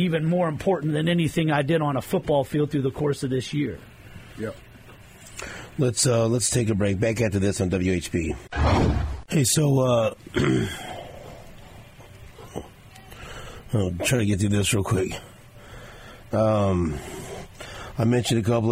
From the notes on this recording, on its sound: In studio. On the phone.